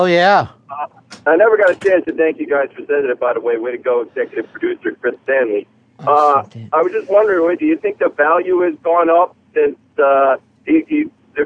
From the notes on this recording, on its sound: Publisher: XM Satellite Radio. The phones aren't working so we take some unscreened calls.